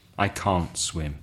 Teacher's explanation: It's difficult to hear when it's the positive can and the negative can't, because native speakers don't pronounce the t at the end of can't